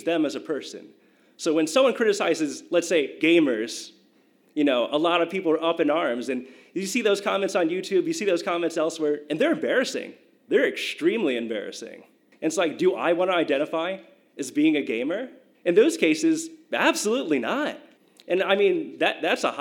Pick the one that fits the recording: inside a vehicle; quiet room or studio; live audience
live audience